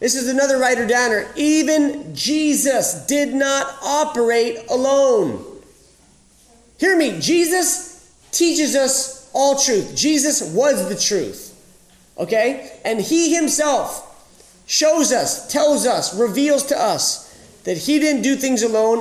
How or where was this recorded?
live audience